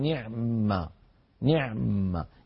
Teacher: إذن هنا سكننا الميم الأولى وأدغمناها في الميم الثانية، لكن ظهر لنا إشكال ثاني وهو أن العين ساكنة واجتمع في هذه العملية ساكنان، فقليل من القراء من أبقى سكون العين فقال نعم نعم، يعني بعين ساكنة بعدها ميم مشددة، وهذا فيه شيء من الصعوبة. وأغلبهم كسر الأول للتخلص من التقاء الساكنين، ومنهم حفص رحمه الله صاحبنا هكذا رواها عن شيخه عاصم، نعم إن تبدو الصدقات فنعمه بكسر العين للتخلص من التقاء الساكنة.